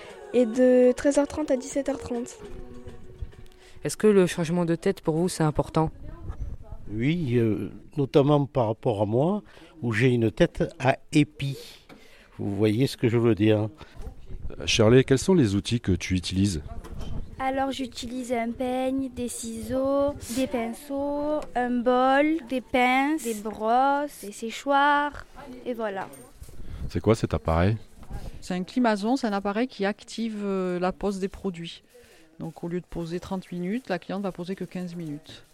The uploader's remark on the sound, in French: En direct du salon de coiffure.